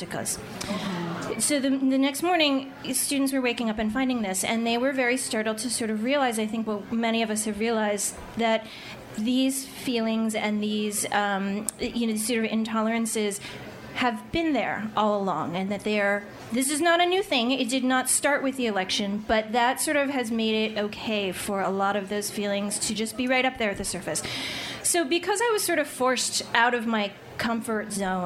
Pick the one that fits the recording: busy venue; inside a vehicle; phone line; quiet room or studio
busy venue